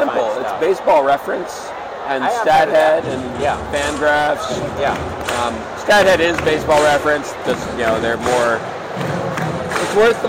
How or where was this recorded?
busy venue